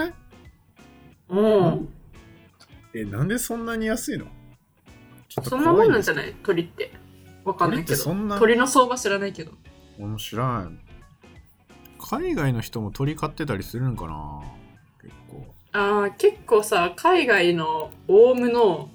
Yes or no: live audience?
no